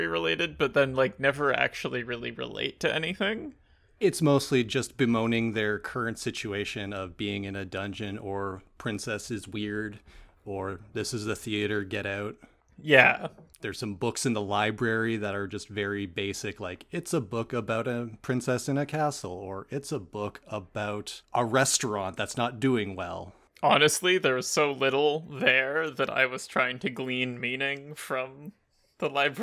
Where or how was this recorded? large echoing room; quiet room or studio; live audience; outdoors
quiet room or studio